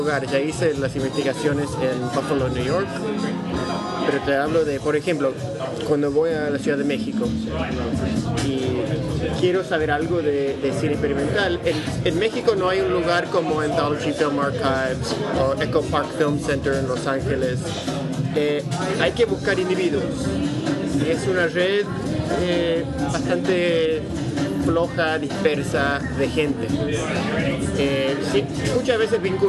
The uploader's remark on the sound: live from Café Kick--in Spanish